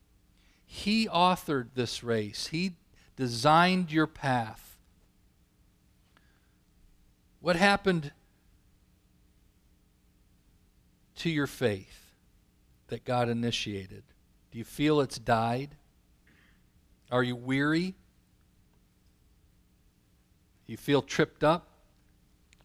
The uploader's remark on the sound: Calvary Assembly of God live Stream